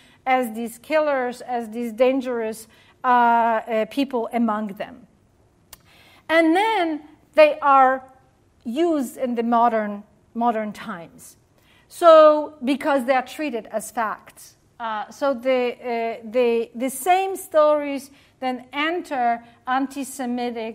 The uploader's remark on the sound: during the Center for Jewish Studies' Annual Pell Lecture on March 15.